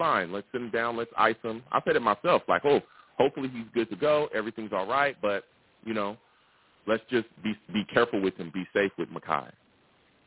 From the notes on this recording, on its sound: I also take live callers!